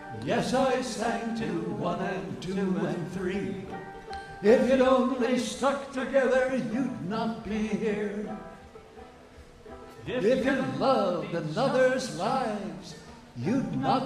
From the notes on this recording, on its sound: Newport Folk Festival 2009. In the midst of pouring rain, nothing could stop the Newport audience from singing even louder at the Sunday night singalong.